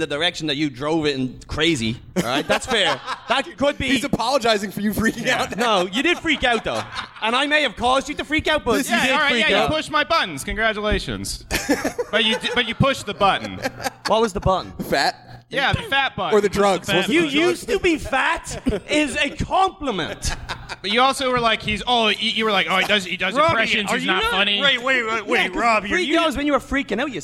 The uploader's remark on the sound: Live from the Tiny Penis